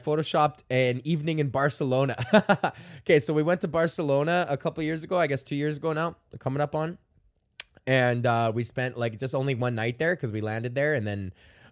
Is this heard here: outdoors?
no